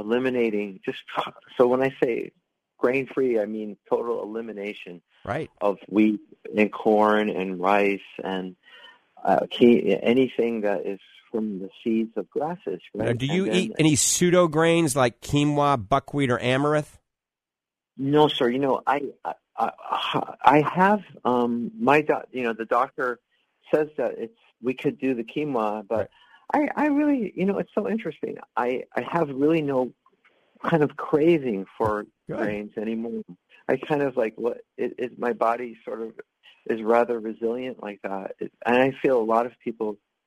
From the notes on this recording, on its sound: The doctors take many live calls that directs the topics of conversation.